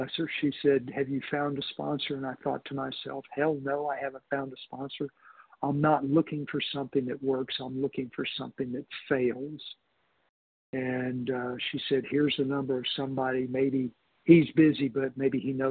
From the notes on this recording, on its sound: 100 Pounders Phone Meeting, 12/13/23